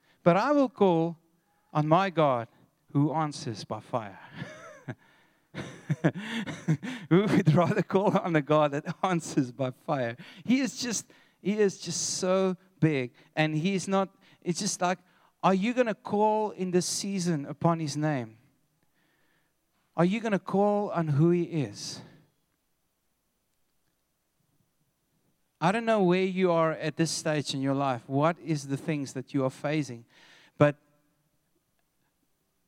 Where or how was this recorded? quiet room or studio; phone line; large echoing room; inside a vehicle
large echoing room